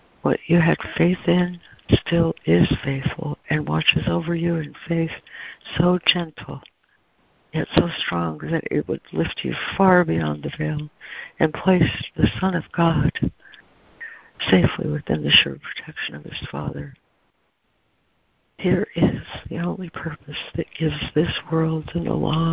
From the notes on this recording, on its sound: ACIM Daily Conference Call